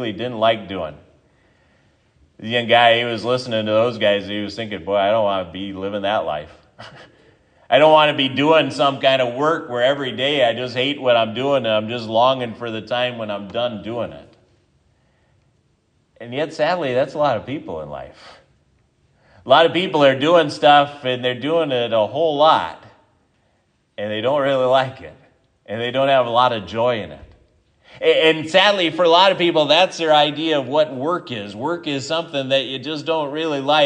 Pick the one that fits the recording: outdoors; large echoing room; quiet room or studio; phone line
large echoing room